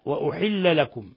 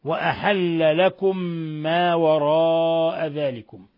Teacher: بضم الهمزة وكسر الحاء وأحل لكم. وقرأ الباقون بفتح الهمزة والحاء